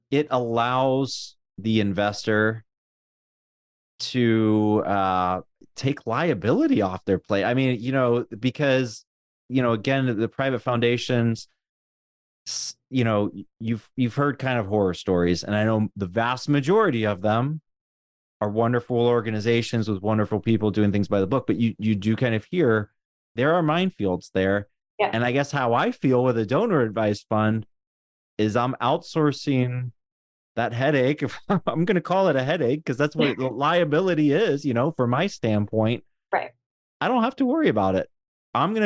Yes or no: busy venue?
no